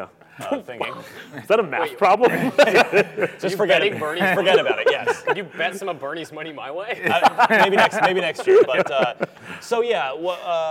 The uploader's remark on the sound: Recorded live from a haunted theater in Los Angeles.